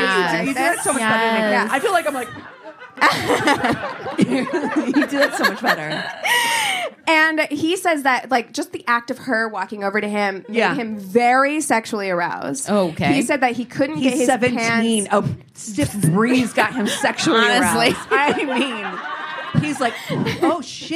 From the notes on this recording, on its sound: We've chosen to release the audio from our live show at the Dynasty Typewriter in Los Angeles.